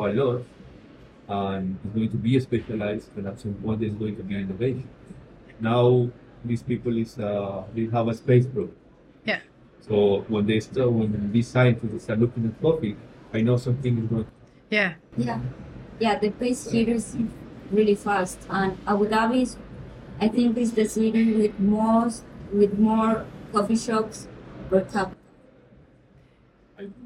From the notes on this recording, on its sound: WOC Dubai 2023. Live series from World of Coffee Dubai. Joined us live as the official podcast partners for World of Coffee Dubai, and recorded podcast episodes from the show floor.